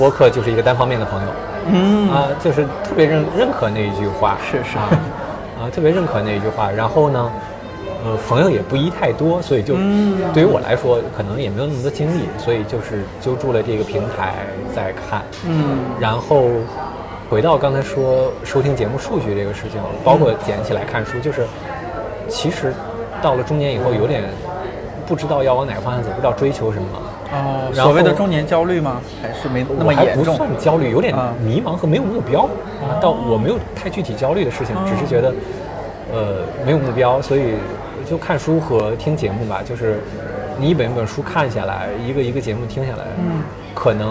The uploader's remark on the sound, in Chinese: 上周五去naive理想国北京郎园店和三位偶遇的听友即兴聊了聊，在征得他们同意之后，我把聊天录音整理成了这期节目。第一次尝试这样的录制，低估了工作日咖啡店的热闹程度，这次的收音有点嘈杂，带来不好的收听体验还请谅解。